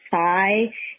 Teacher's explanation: So vowels, especially the I sound in a word like thigh, comes out sounding a little more like soy, a little New York-y.